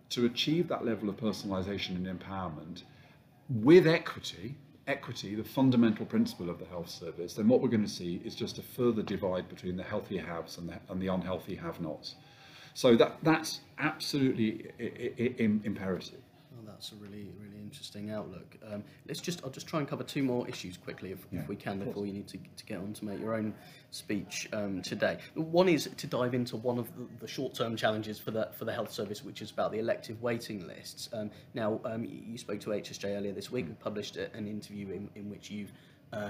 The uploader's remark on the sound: Live from Confed